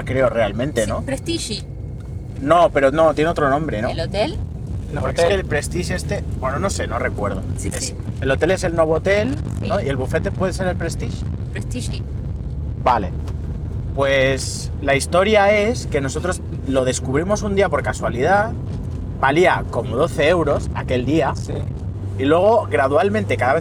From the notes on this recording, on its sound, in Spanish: Lo primero de todo es pedir disculpas por la calidad del audio, este episodio ha sido grabado durante un viaje a Andorra y en el acto durante el trayecto en coche, sin ninguna preparación. Una charla espontánea entre amigos.